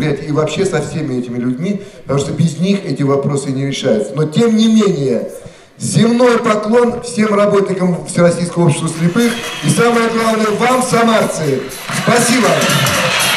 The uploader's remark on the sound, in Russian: Концертный зал Радио ВОС представляет.... Запись заключительного концерта Всероссийского фестиваля бардовской песни ВОС «Пой гитара», который прошел в Самаре в начале сентября 2012 года.